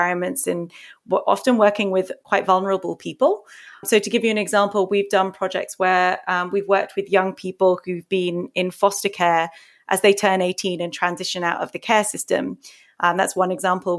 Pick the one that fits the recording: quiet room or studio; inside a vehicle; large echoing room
quiet room or studio